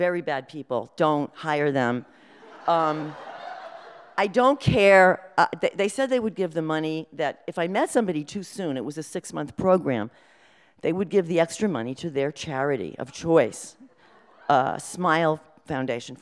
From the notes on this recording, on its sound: These stories were told and recorded in front of a live audience on July 31st, 2018 at Wellfleet Preservation Hall in Cape Cod, Massachusetts.